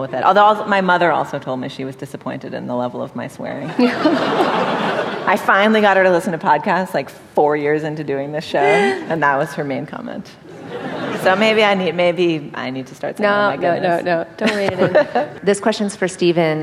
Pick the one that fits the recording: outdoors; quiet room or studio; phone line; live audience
live audience